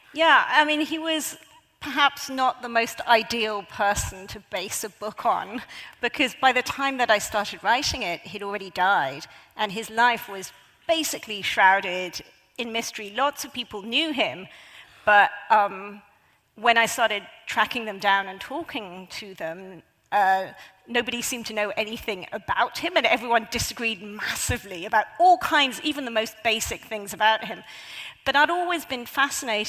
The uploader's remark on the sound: A highlight of the 2023 Auckland Writers Festival.